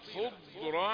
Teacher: ضاد يعني مستطيلة خضرا مش قلقلة فيش قلقلة خضرا من سندس واستبرق شوف كم غنة لما تكون